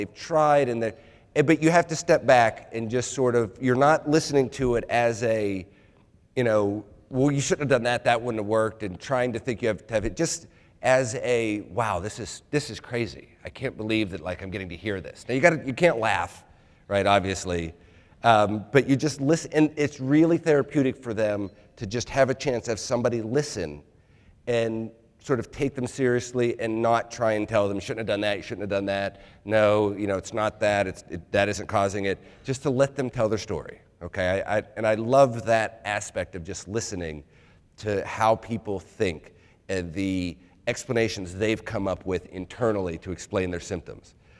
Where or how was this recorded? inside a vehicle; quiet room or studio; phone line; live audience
live audience